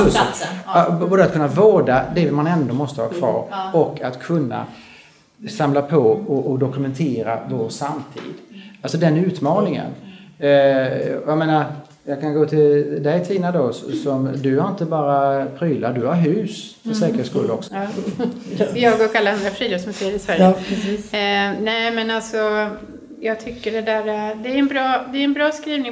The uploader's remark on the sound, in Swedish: Inspelat under Folk och kultur-konventet i Eskilstuna i februari 2018.